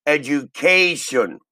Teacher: So the stress is on ka.